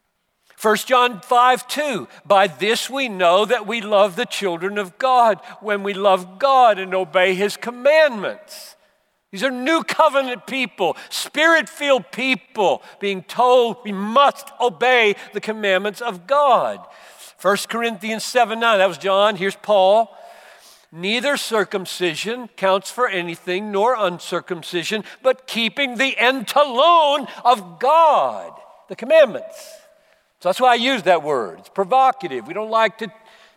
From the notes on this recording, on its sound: preached at the Bethlehem 2019 Conference for Pastors + Church Leaders in Minneapolis